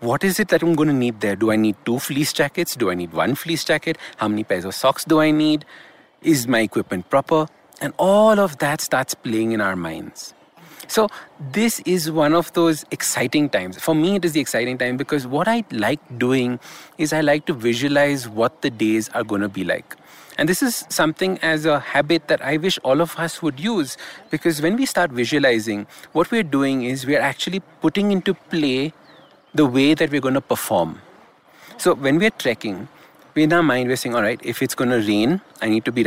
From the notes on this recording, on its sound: live expedition trekking experience in the form of an audio blog from the Kang Yatse 2 Trek, also known as the 'Markha Valley Trek'